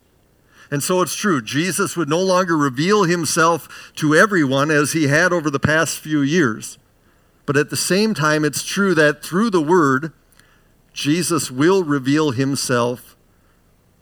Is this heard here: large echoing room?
yes